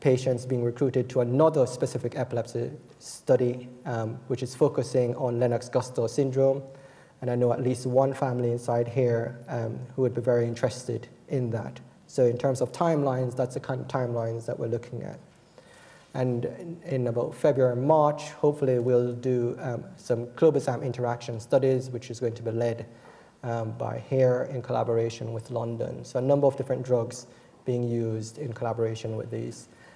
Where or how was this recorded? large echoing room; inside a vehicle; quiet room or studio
large echoing room